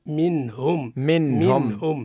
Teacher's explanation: النون عند الهاء من لفظ منهم منهم حكمه الإظهار لأن بعد حرف من حروف الإظهار تقرأ هكذا منهم منهم منهم